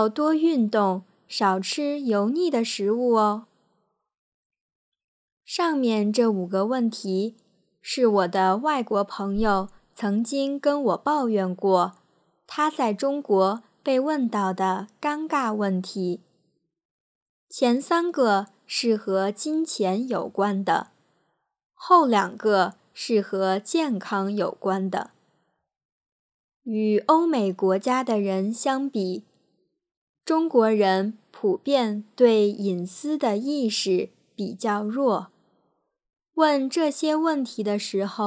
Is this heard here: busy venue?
no